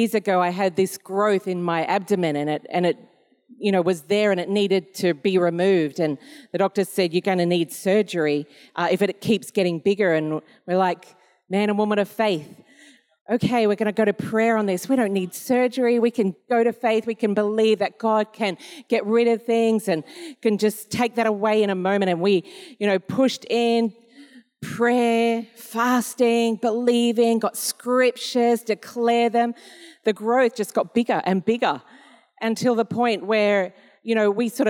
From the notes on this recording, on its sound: This was recorded in our 9am service on the 17th of July, 2022